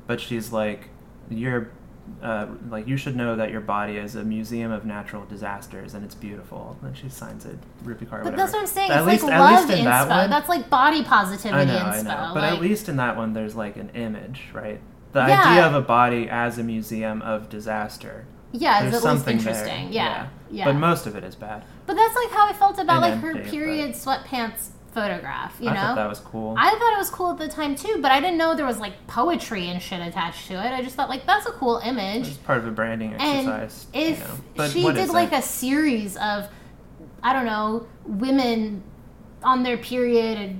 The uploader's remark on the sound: This week, we talk Alt-Right with the pleasant sounds of sautéing lunch in the background.